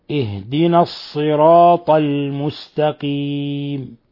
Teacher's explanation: الهاء في إهدنا قد جاورت الهمزة، فتأكد الاعتناء بها لئلا تجعل همزة، وليحترز من الإفراط في بيانها فيؤدي ذلك إلى تحريكها، كأن يقول إه إه إهدنا، هذا لا يجوز لأنها ساكنة فلا يجوز تحريكها.